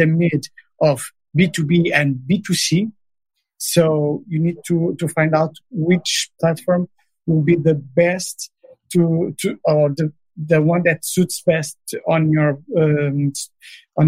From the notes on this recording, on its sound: this episode was first recorded as a webinar in November 2019 and converted to a podcast